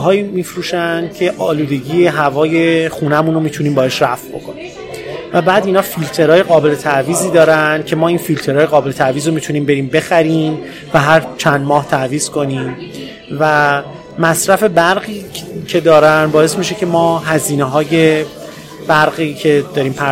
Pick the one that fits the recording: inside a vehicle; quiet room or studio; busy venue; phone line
busy venue